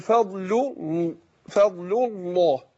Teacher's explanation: سقط الالف بتاع الله اللي هو همزه الوصل ونطقنا لامين ورا بعض، اقول فضل فضل الله هكذا.